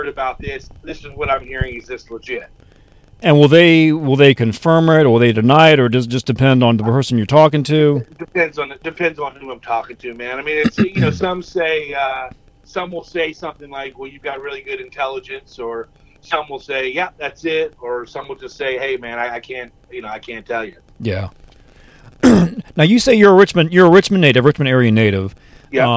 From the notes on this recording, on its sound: the audio quality of his voice SOUNDS like he’s on the phone while my voice sounds clearer